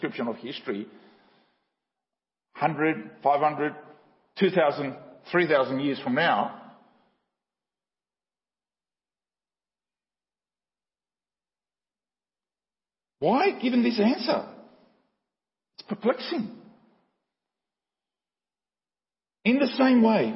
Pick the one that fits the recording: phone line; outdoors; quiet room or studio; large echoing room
large echoing room